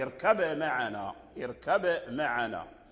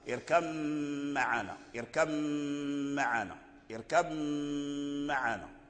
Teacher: فورش له وجهان فيها، وجه بالإظهار ووجه بالإدغام، ففيه الإظهار وفيه الإدغام، اركب معنا، اركب معنا. فإذا أظهرنا لقالون لابد من قلقلة الباء، اركب معنا، اركب معنا، وإذا أدغمنا ذهبت القلقلة وأدخل الباء في الميم، فأصبحت الميم مشددة مع الغنة · Shown in: second take · اركب معنا، اركب معنا، اركب معنا.